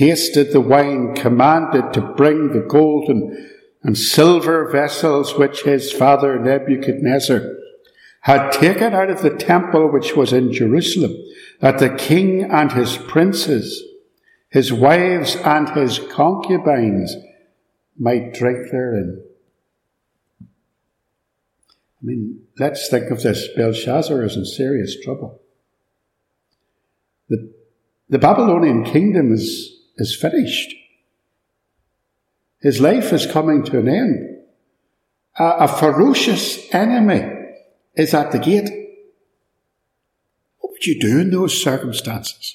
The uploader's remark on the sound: In this sermon, preached at Ballymacashon Congregational Church